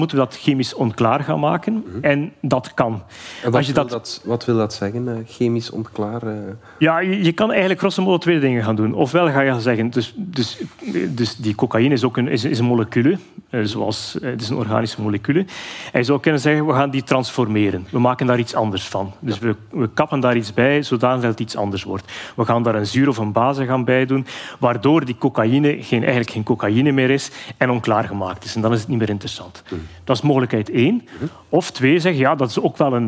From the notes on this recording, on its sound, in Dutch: Op ons podcastfestival in Oostende vertelden we in een sessie hoe we DS Vandaag maken. Na de 'theoretische uitleg' deden we ook een echte opname.